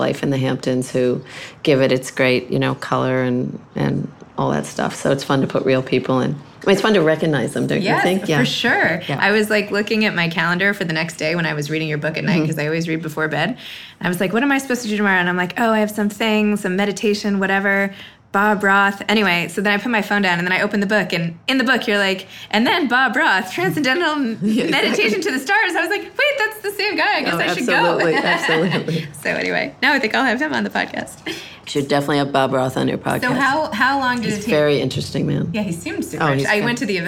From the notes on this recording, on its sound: Live at the Children's Museum of the East End ("CMEE").